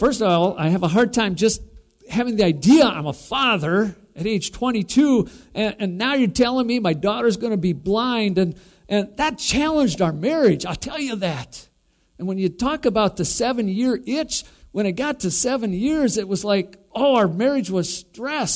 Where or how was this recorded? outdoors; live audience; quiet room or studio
live audience